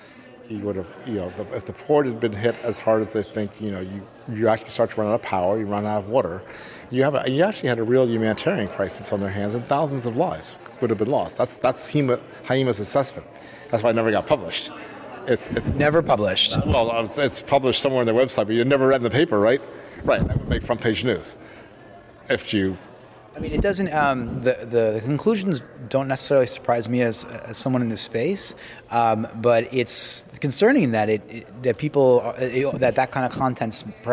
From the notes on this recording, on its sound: at the Hawaii Energy Conference